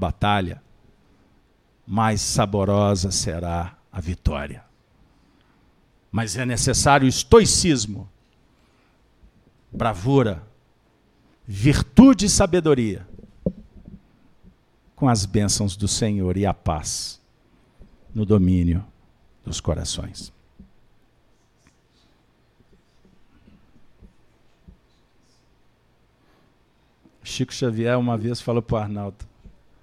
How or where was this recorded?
live audience